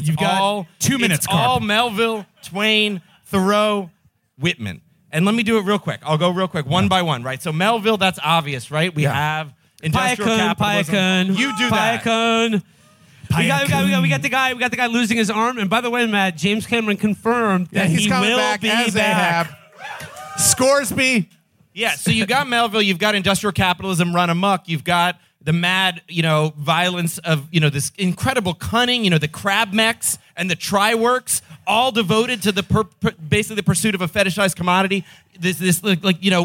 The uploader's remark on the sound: Our live show from the Hell on Earth launch party at Littlefield in NYC on 1/20/23.